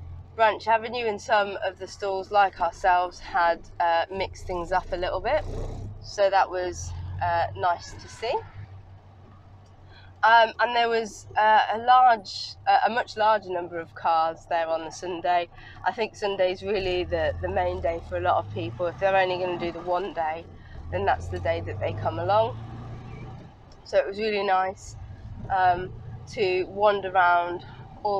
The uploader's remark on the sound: all recorded from my 1968 Morris Minor, Peggy.